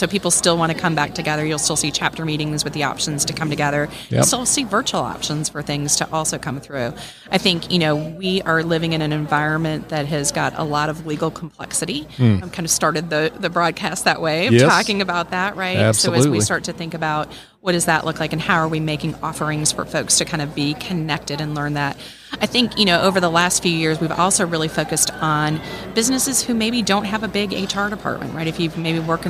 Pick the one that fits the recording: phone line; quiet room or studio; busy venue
busy venue